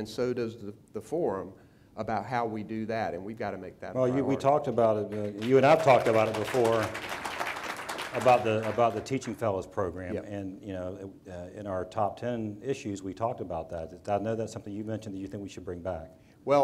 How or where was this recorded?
live audience